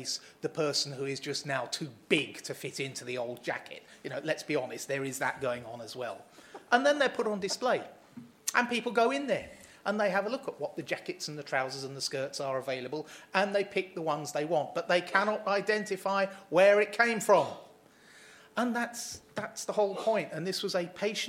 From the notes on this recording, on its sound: hear a session from the 2019 Patients as Partners EU conference